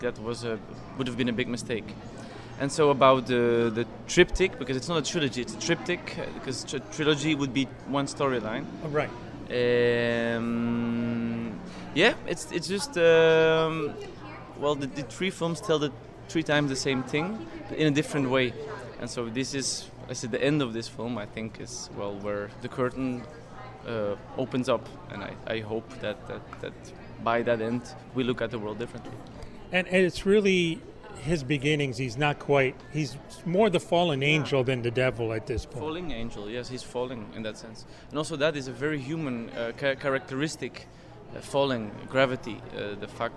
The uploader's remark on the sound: From the Tribeca Film Festival Red Carpet